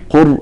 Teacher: فكلمة قرآن فيها مد أيضا لأن الهمز جاء قبل حرف الألف. فإذا أردت أن تطبق القاعدة تقول قرآن لكن مستثنى لورش.